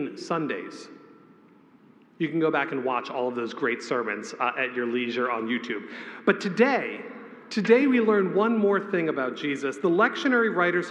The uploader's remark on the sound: A homily preached on the Last Sunday after the Epiphany, February 11, 2024